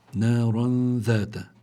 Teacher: معناته النون التي هي في التنوين، النون الساكنة التي في التنوين لابد أن تخفى إذا جاء بعدها الذال · Term: الإخفاء